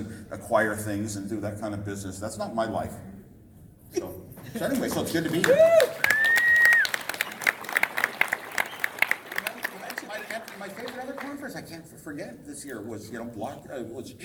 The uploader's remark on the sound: LIVE at Crypto Invest Summit 2018 (part 1)